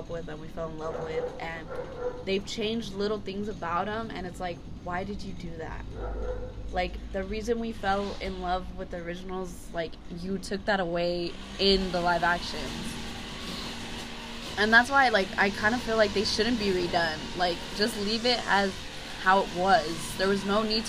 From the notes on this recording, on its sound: Super loud outside noise… we are really sorry